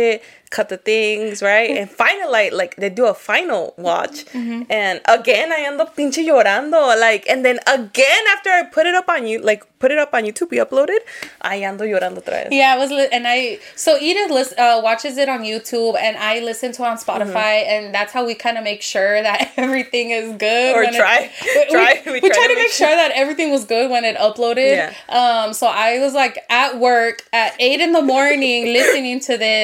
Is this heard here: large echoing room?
no